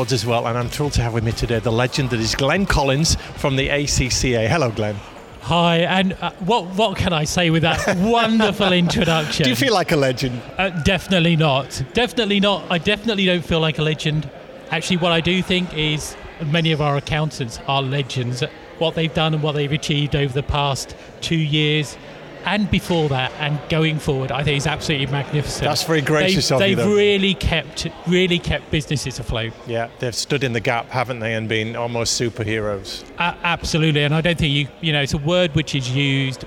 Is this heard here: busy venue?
yes